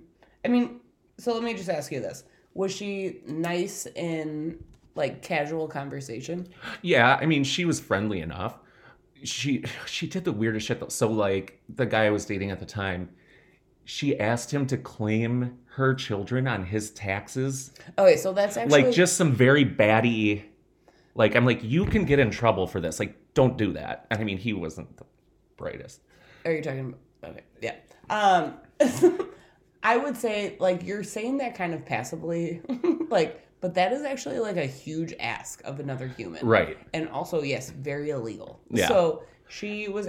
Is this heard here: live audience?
no